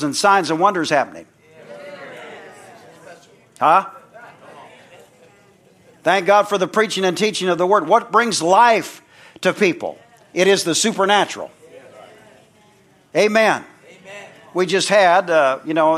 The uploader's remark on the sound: from the Sunday morning service on August 13, 2023 at Harvest BIble Church in Stockton, CA.